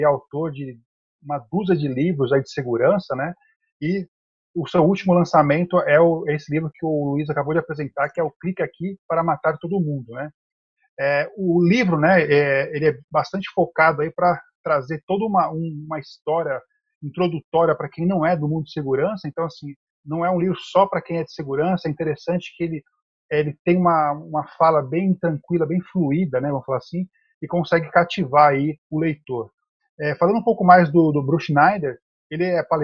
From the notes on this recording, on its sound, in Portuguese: apresentamos o áudio do Webinar